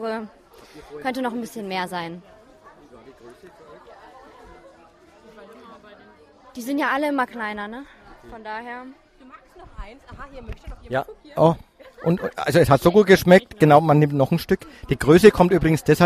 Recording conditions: busy venue